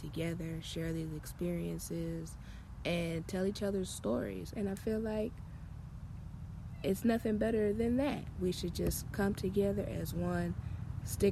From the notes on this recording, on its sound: Sorry for the background noises, that’s what happens when you live near base!